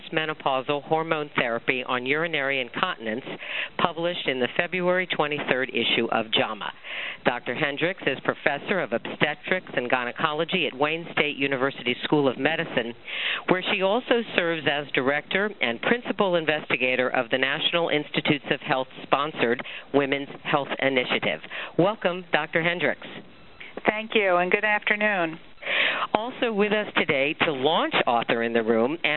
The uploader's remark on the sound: March 2005 Author in the Room® Teleconference